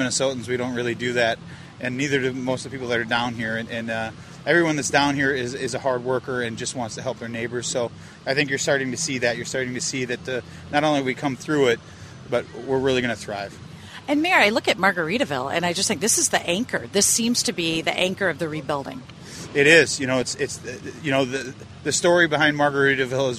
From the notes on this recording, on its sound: While walking the beaches of Fort Myers.